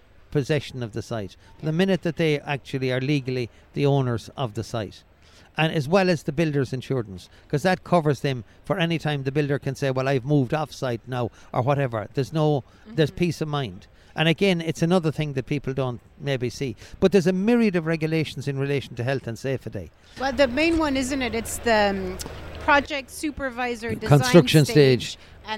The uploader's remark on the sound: We caught up with him at Selfbuild Live Belfast.